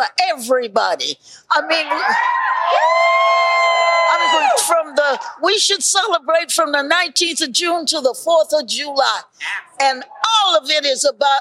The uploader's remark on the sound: Live from the Flying Saucer Draft Emporium in Fort Worth, Texas! Our in-person audience. Roadtrip edition.